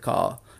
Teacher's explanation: en la gran mayoría de los acentos de Inglaterra se dice car. La R no se pronuncia. Solamente esa R, al final de sílaba, solamente se mantiene en la zona un poquito más al oeste un poquito más al norte de Liverpool y en el oeste de Inglaterra.